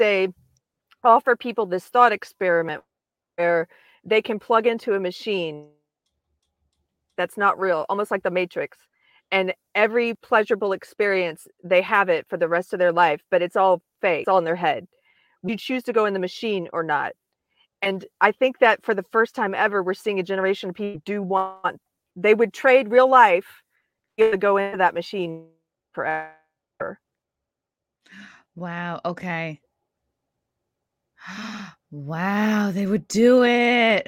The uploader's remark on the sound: host from the car in a failed attempt to find a good Internet connection on the road